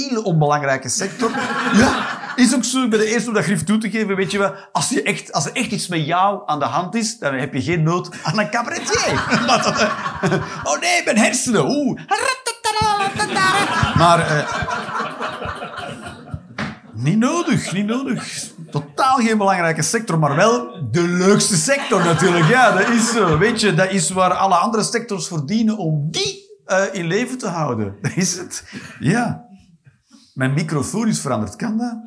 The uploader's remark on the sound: Live 15 November 2023, Kargadoor, Utrecht.